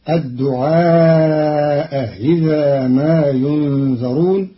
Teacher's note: قرأ قالون كلمتي الدعاء إذا بتسهيل الهمزة الثانية بينها وبين الكسر، فتصير الدعاء إذا ما ينذرون في لغة بعض العرب.